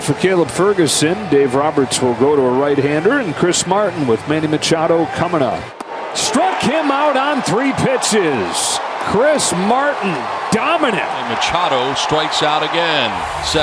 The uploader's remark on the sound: Game 3 of 3 - 09.29.22 - LIVE from #petcopark.